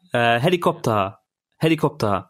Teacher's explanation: The ta character at the end is kind of elongated.